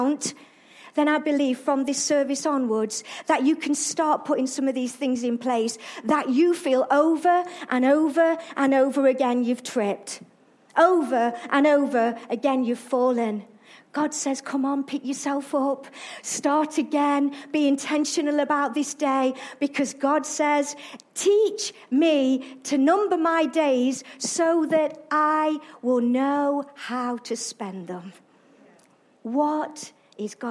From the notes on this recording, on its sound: Arena Church Ilkeston